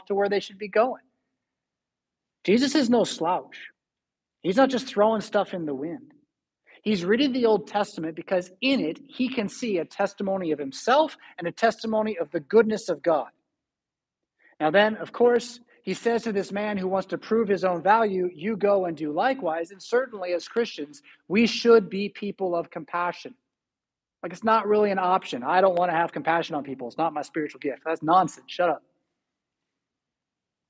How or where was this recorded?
large echoing room